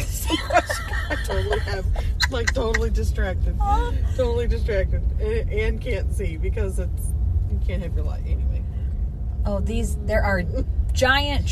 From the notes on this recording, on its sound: A ride-along (car sounds and more!). While driving through a local Christmas Light display at Our Lady of the Snows Way of Lights.